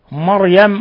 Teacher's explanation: اللام قمرية، المسيح، المسيح ابن الباء تقلقل لسكونها، مريم الراء تفخم، الراء تفخم لأنه ساكن وسبقها فتح